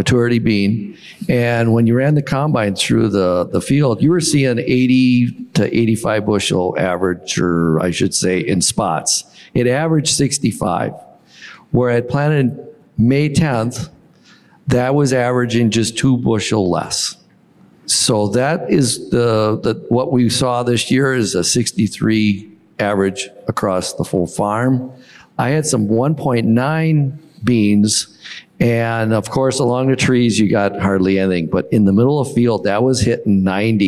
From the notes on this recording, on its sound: In this rapid-fire panel discussion from the 2023 National No-Tillage Conference.